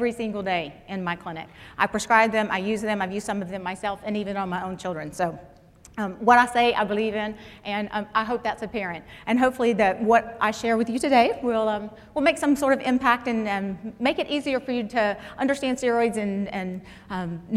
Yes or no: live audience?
yes